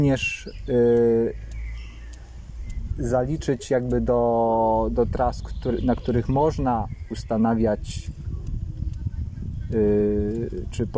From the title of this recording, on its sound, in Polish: Live z Dziewiczej Góry